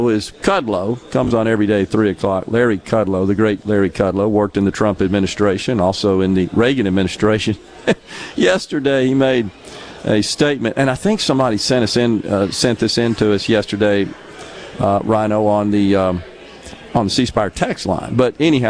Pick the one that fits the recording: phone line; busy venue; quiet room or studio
busy venue